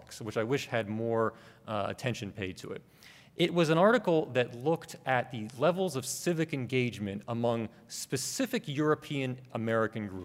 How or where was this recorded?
live audience